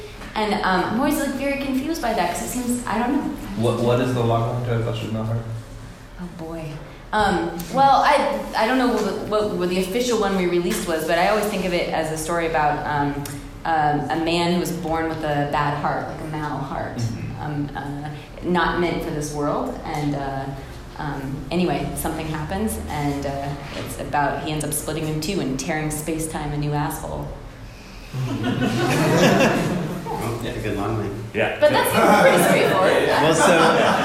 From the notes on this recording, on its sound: Our winter Live Show has finally arrived!